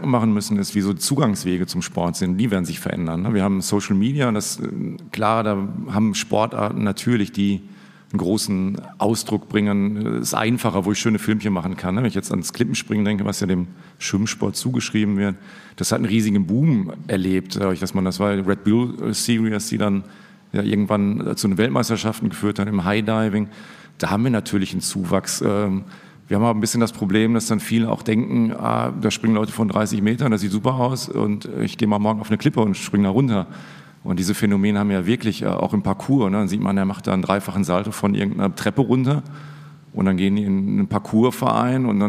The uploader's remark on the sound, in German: Unsere erste Live-Episode präsentieren können, die während des DIES ACADEMICUS 2023 des Instituts für Sportwissenschaft der Universität Mainz vor Publikum aufgenommen wurde.